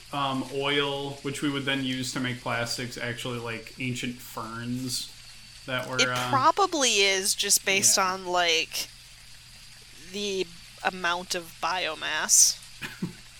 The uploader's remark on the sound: Enjoy the sounds of light rainfall as we camp out in a tent and ghosts occasionally interrupt our conversation.